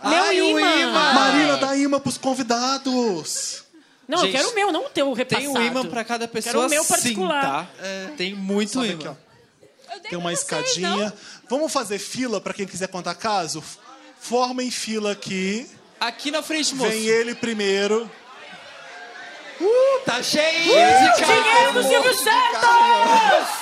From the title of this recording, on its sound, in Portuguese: Especial de Natal ao Vivo